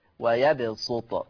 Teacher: أما ورش عن نافع فيقرأ بالصاد الخالصة في لفظة ويبسط